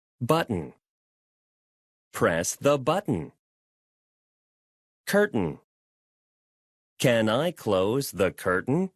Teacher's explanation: 이런 그 스톱 사인이 뜬다고 생각을 해보세요. T 발음을 하자마자 딱 멈춰! 그러면서 이 가운데 있던 약한 모음 있죠? 이 모음은 탈락이 되는 겁니다. 없어지고 그냥 N 소리만 남아요.